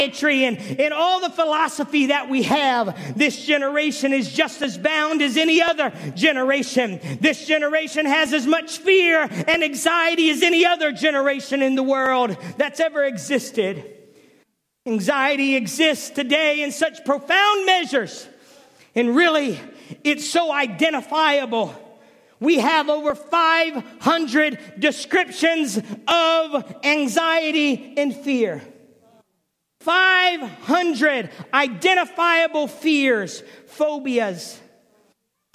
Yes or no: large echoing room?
yes